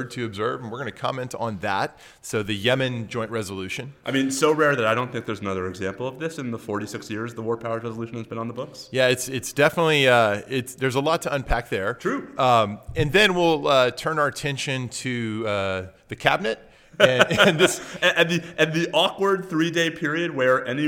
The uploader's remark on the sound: Live episode! We recorded this morning before a live audience at the University of Texas School of Law reunion weekend. It was a packed house of terrific alumni.